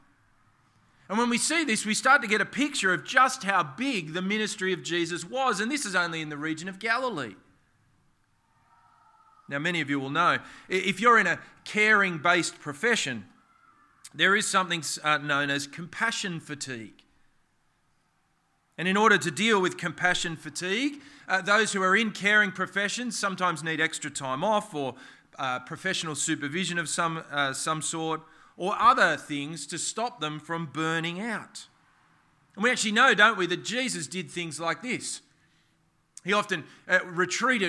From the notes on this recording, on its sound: This sermon was preached on the 24th of September 2023 at all services of Helensburgh and Stanwell Park Anglican Church.